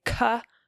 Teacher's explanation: So one example of this is the child might say k for cup. So again, they're deleting that final p sound · Term: final consonant deletion